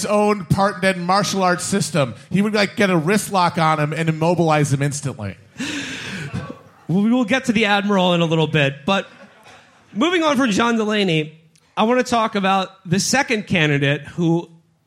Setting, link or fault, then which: setting, live audience